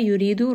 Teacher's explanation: yuridu, ra here is going to be light